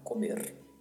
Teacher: A letra O e a letra E são pronunciadas um pouco mais fechadas, comer, e o R tem esse vibrato no final